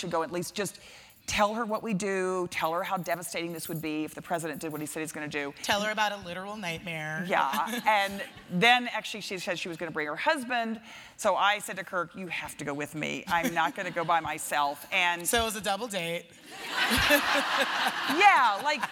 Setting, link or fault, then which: setting, live audience